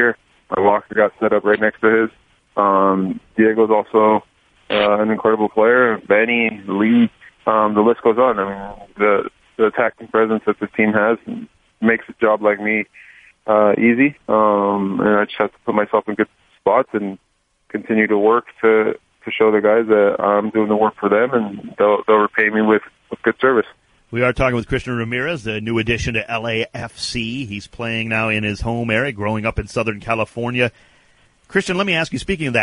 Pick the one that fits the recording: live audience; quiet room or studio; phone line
phone line